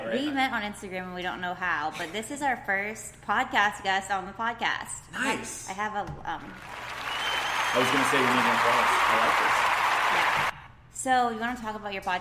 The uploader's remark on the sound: We are recording in a special beer making room at Fishweir. We are recording in a special beer making room at Fishweir.